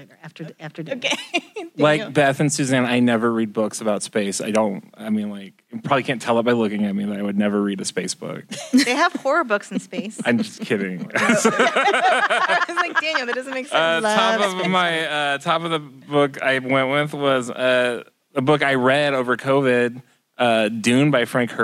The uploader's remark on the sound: Recorded in front of a live audience at the Advanced Learning Library in Wichita, KS.